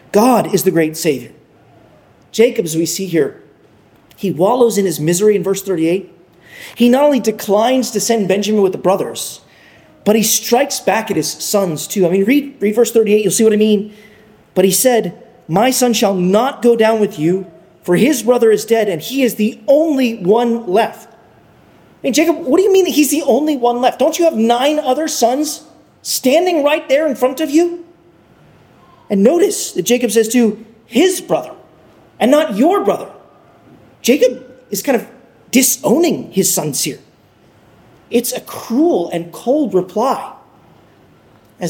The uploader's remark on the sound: Sermon preached. At Arlington Baptist Church in Arlington, Virginia.